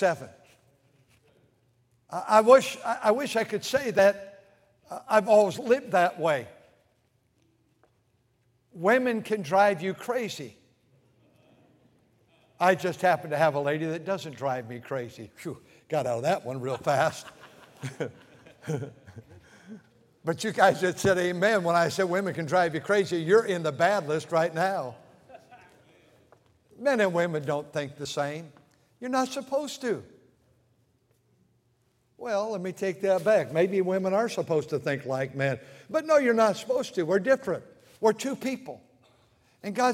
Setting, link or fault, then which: setting, large echoing room